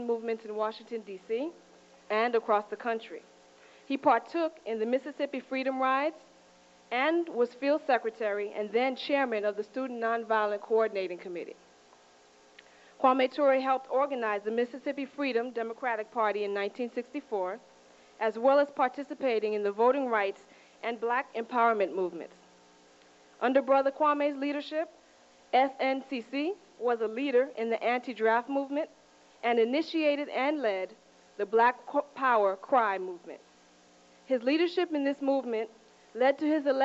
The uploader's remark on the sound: At Florida International University in 1992. Gives a lecture at FIU.